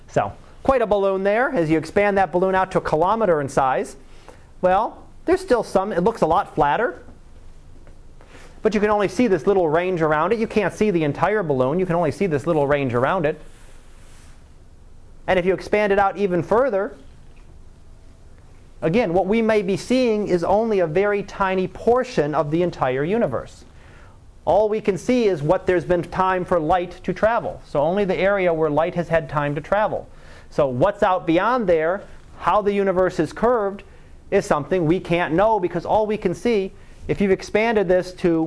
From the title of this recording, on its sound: Live Class Lecture